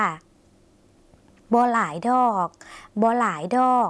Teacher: ส่วนคำลงท้ายคำว่าดอกดอกคุณผู้ชมต้องลากเสียงยาวสักหน่อยนะคะเพื่อจะแสดงความสุภาพในภาษาลาวค่ะ